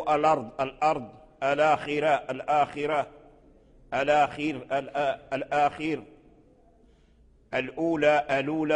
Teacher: ورشا كذلك ينقل حركة الهمزة إلى اللام الساكن، وهذا اللام الساكن هو في الخط متصلا مع الهمزة، نحو الأرض الأرض، الآخرة الآخرة، الآخر الآخر، الأولى الأولى، إلى غير ذلك.